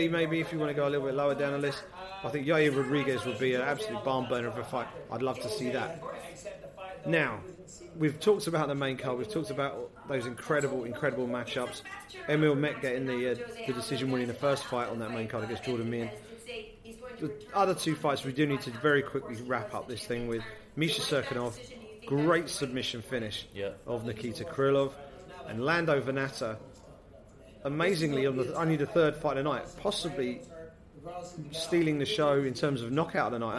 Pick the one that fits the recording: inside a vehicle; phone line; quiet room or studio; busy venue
busy venue